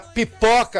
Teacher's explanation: a pipoca que explode, a consoante bilabial, olha bem